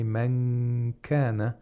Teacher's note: you have placed the tongue, the back of the tongue, in the place of articulation, of kaf. Then make a nasal sound. · Term: ikhfa